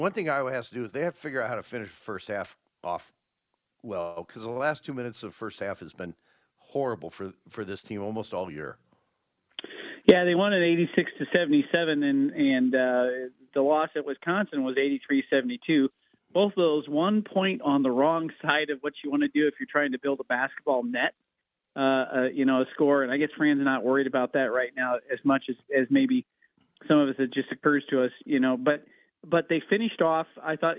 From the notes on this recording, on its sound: With GMigs closed for the weather, the boys call in from their respective homesteads.